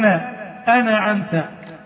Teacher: تحريك الساكن نحو أنعمت بتحريك النون بالفتح